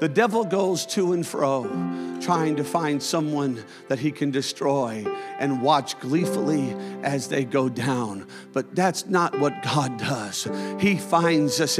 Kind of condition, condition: setting, large echoing room